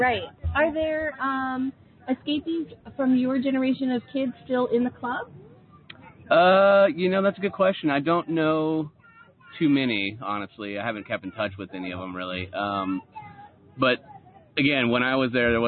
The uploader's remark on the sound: Live From the 56th Escapade Escapees Rally July 2016 Essex Junction, VT